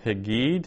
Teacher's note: The stem is nagad. So nun has been assimilated into the gimel.